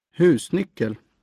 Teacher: In central Sweden, the voice goes down on the first stress and up on the last. It is this falling-rising melody that makes Swedes sound as if they are singing when they speak. It is generally called accent two.